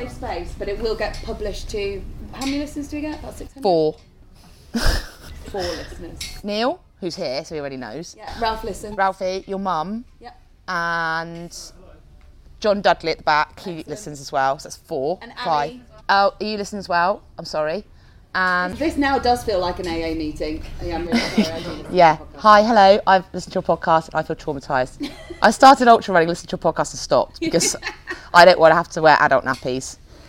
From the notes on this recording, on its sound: Recorded in front of an audience at the Centurion Running Wendover Woods Weekend.